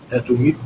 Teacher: ادغم النون المفتوحه في النون بعدها في لفظ اتمدونني بمال · Term: أدغم النونين